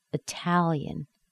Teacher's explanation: So we have a nice strong T on the T-A-L.